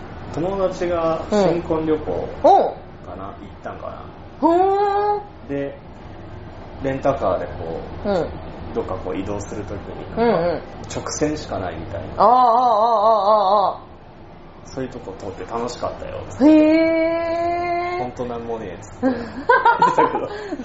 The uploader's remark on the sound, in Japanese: いつにも増して雑音が酷いです。